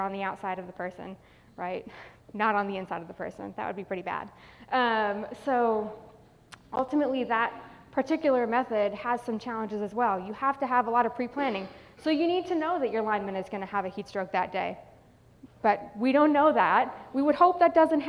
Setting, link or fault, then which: setting, live audience